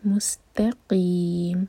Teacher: मुस मीम दम्मा के बाद जब सीन पर आए तो होठों को गोल ना रहने दें, फैला लें। मुस्तकीम, सीन साकिन के बाद ता पर जोर और ता को हैवी नहीं करना, ता लाइट। मुस्तकीम, कौफ हलक से और की 4 हरका खींचेंगे क्योंकि हम फिर मीम को साकिन करेंगे।